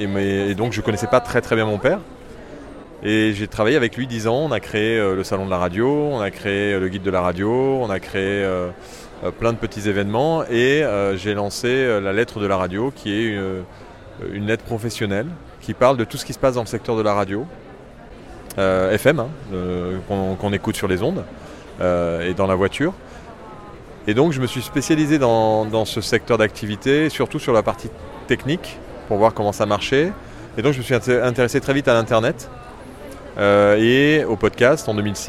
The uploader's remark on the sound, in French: Micro-trott. Pendant le Paris Podcast Festival 2022, j'ai tendu mon micro en bas de la Gaité Lyrique.